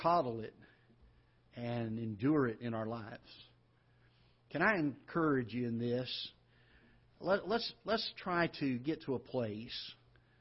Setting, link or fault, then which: setting, large echoing room